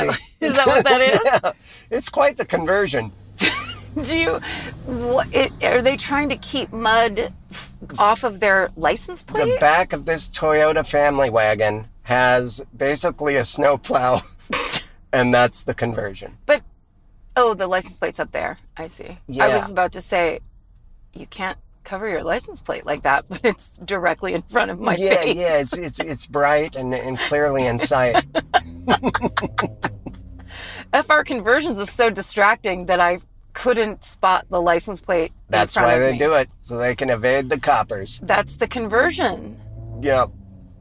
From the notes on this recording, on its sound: After three years of making new friends over Zoom, the mobile comedy podcast is back in the car!